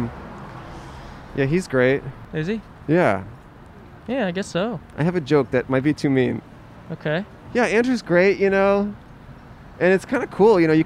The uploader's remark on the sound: We set up in front of The Americana. Recorded on Brand Blvd in Glendale, California.